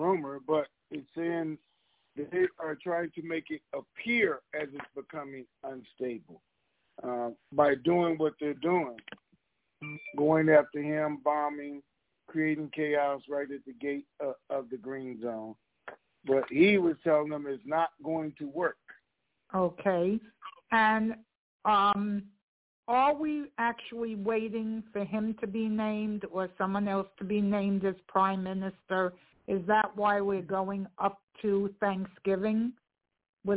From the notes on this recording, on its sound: TNTSuperfantastic Conference Call